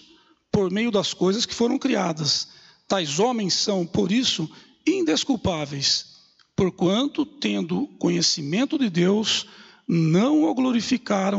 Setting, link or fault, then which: setting, large echoing room